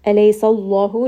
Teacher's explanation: name of Allah here is going to be heavy. The letter before has a fatha.